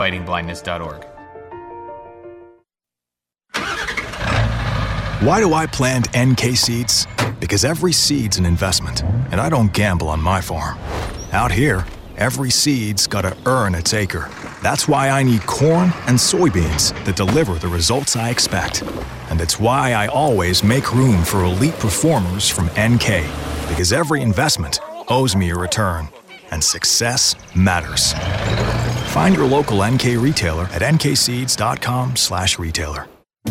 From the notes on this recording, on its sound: live from NAFB 2021